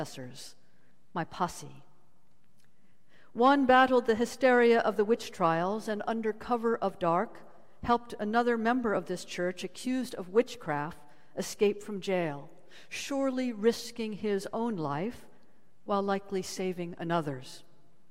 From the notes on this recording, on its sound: Sermons from Old South Church in Boston